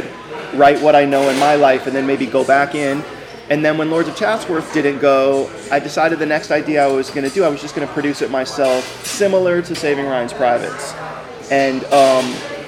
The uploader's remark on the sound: A candid chat in a diner (excuse the background noise)